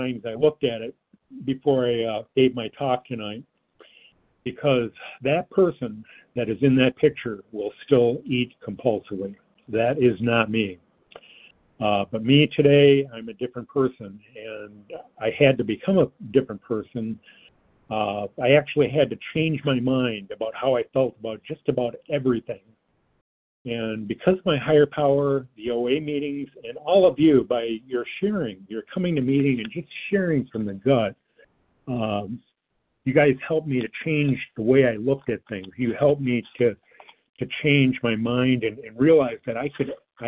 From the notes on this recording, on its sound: 100 Pounders Phone Meeting